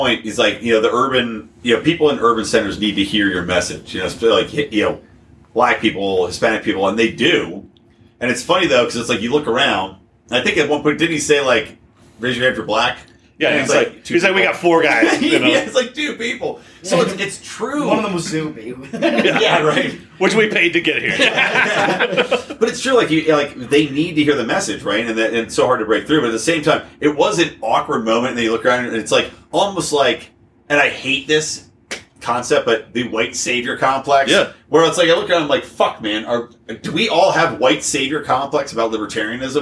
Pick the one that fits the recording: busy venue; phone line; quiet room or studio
busy venue